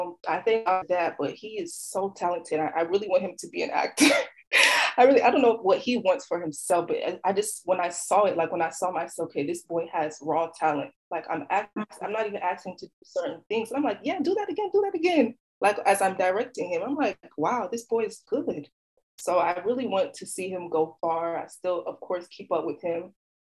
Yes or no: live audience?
no